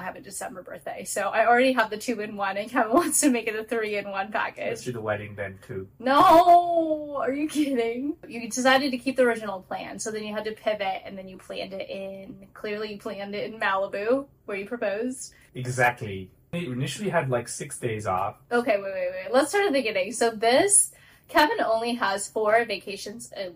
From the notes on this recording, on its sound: the mics stopped working (sorry in advance for the audio this week)